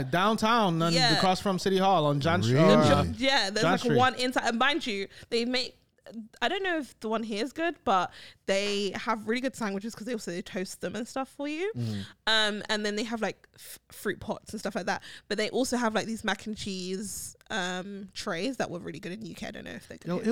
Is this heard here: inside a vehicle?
no